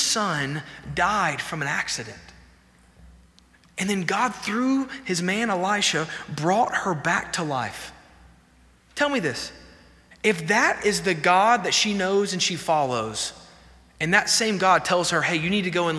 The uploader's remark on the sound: This sermon was delivered on May 31, 2023 at First Baptist Church Hendersonville, NC during the Wednesday night Bible study hour.